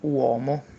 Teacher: UO è sempre aperto